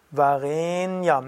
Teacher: Varenyam, nicht Varenyam, Varenyam, im Sanskrit E immer lang. Zerebralisiertes Na, Zunge oben am Gaumen.